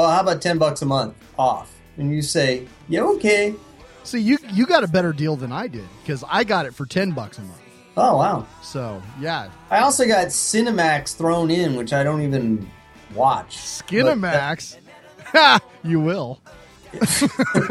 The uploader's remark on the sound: a "King" size episode straight from the aisles of Emerald City Comicon 2012